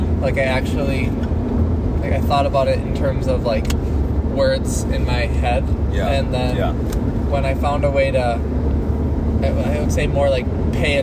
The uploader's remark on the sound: Live from the car, to and from a round of golf in February at Spring Valley Country Club. The audio for this episode improves at the 8 minute mark.